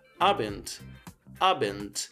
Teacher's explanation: o som do D ao final é um som de um T